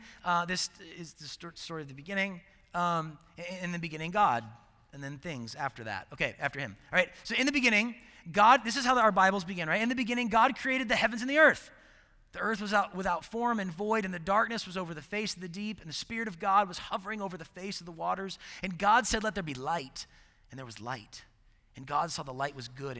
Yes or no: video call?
no